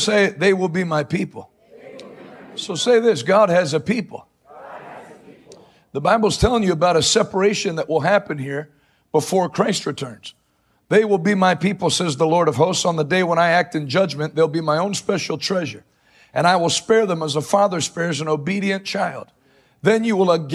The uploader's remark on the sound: LIVE from Salem, Oregon